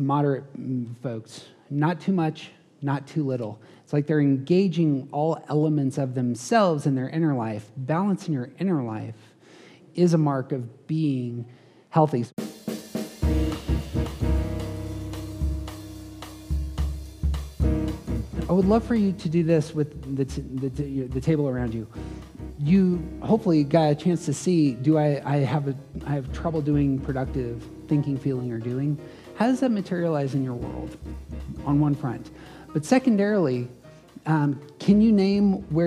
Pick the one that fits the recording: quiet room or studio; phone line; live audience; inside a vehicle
live audience